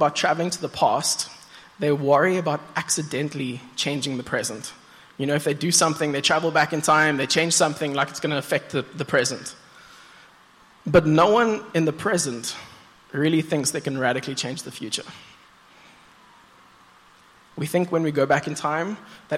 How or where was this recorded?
large echoing room